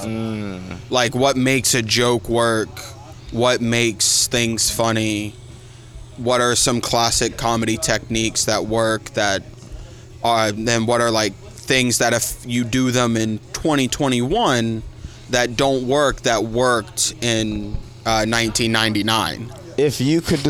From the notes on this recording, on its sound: This podcast was recorded before the Shantytown Pub open mic